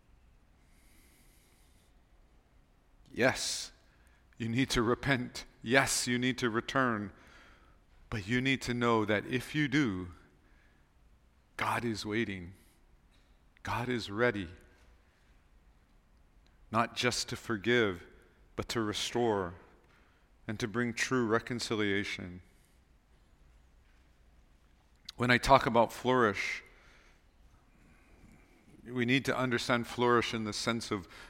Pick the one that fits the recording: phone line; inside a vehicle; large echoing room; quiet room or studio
large echoing room